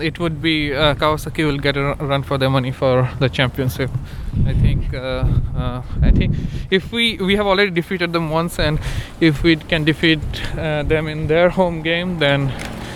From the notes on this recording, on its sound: At half time and while walking on the way back from stadium.